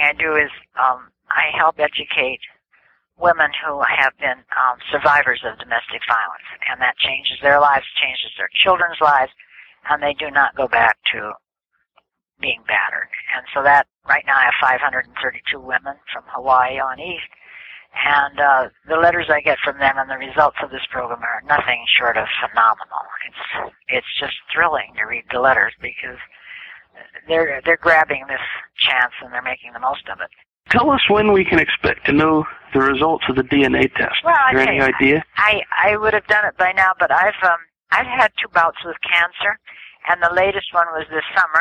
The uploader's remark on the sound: This telephone interview is being brought out of the archives.